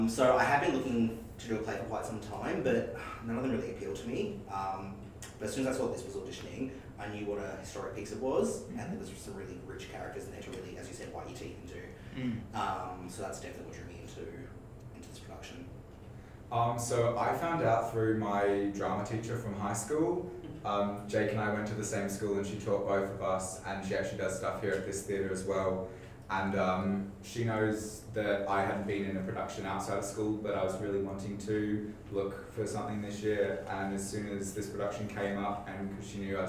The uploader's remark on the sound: Please excuse the sound in this recording, the microphone was playing up.